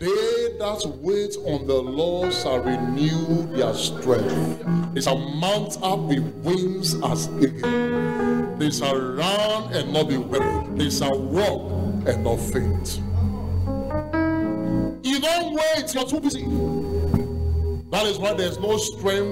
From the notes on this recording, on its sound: Preach at The Art of Evangelism Conference